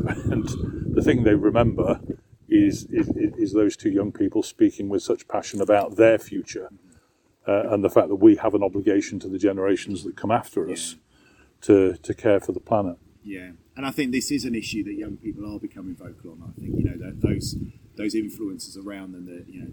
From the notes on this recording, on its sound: You can hear the wind blowing rough and ready as they sat outside the Cathedral!! Connected is produced by the Youth Connectors at the Diocese of Gloucester.